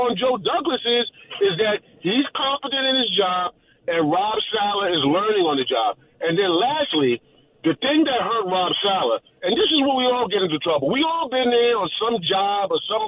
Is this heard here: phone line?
yes